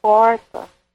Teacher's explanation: Ao falar do sul de Minas, tem o R retroflexo